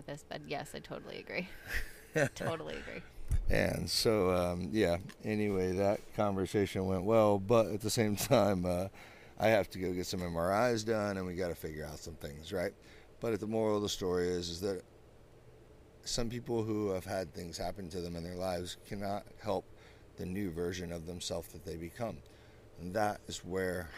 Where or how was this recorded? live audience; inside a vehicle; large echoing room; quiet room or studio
inside a vehicle